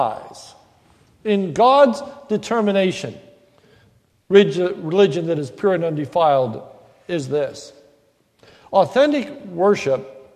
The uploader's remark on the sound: This is a sermon recorded at the Lebanon Bible Fellowship Church in Lebanon, PA on November 1, 2015 during the morning service